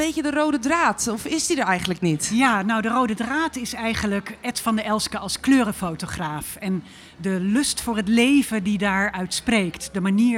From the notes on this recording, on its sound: Recorded live at the opening of the exhibition: "Lust For Life | Ed van der Elsken" at the Dutch Photography Museum.